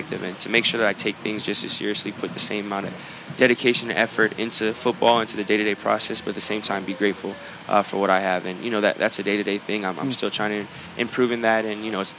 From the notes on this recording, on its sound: Live from Spartanburg Panthers Training Camp